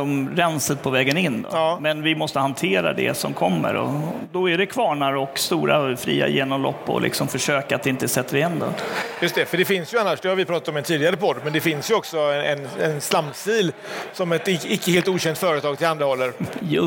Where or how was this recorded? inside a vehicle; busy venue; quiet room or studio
busy venue